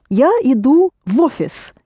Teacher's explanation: You pronounce the V together with O, becomes вофис.